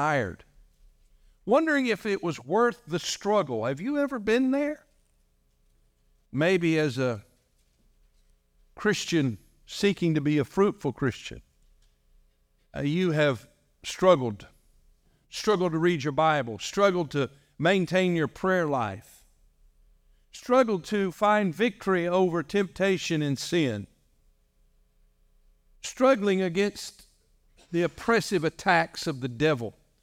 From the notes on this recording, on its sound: This message was delivered on November 12, 2023, during our morning service.